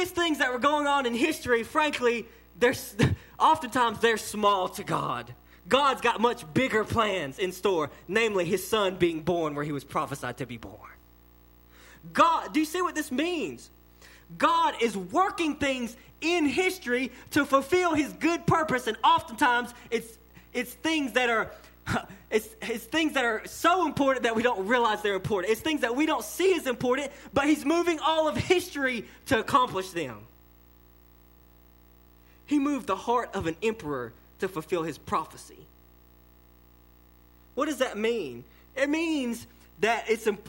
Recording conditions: large echoing room